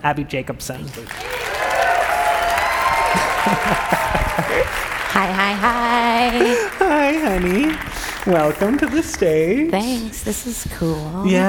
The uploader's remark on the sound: LIVE on the TED Conference stage